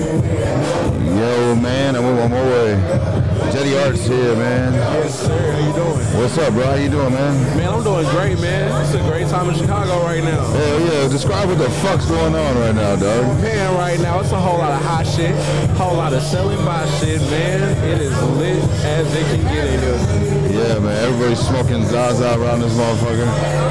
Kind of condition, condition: setting, busy venue